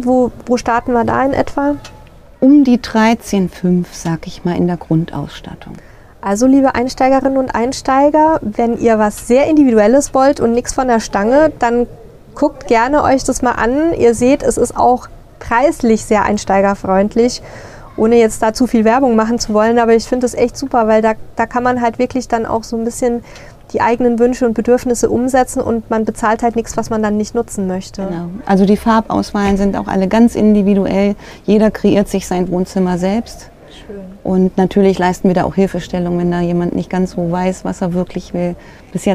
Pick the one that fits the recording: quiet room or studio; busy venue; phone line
busy venue